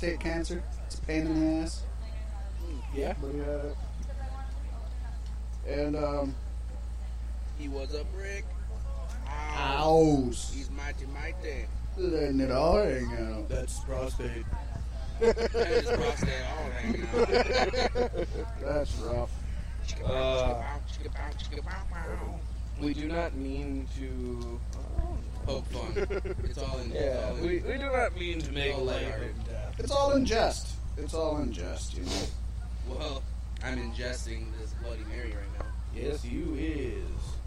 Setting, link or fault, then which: setting, busy venue